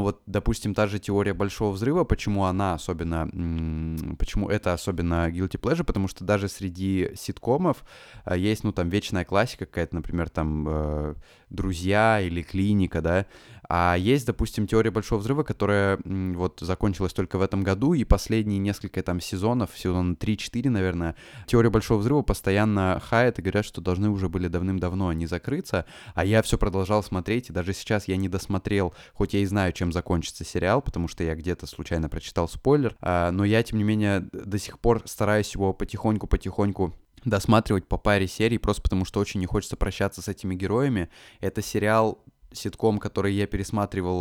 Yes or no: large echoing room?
no